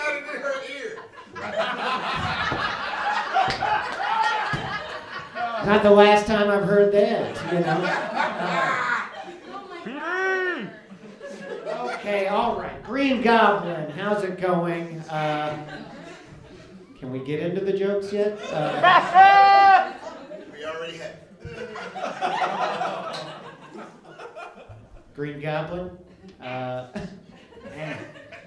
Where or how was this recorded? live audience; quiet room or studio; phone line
live audience